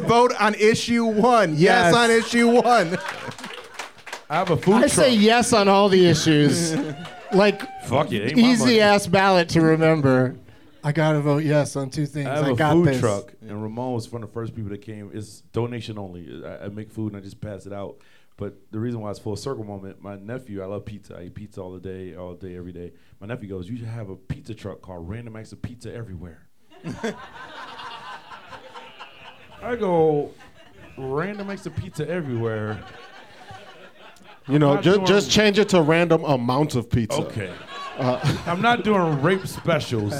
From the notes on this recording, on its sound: Live from Dunlap’s Corner Bar in Cleveland